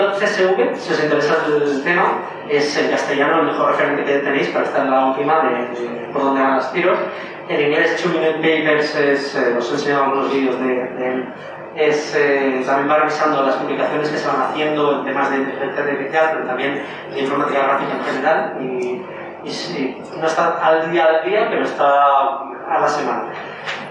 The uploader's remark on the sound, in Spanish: Hemos tenido problemas con la grabación del sonido de micrófono, así que os pedimos disculpas por adelantado por la calidad del audio.